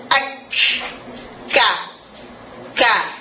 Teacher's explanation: Jadi huruf kaf juga keluar dari aqsa lisan, ma'a yuhadi hanakal a'la, dari pangkal lidah kita juga sejajar dengan al-hanakal a'la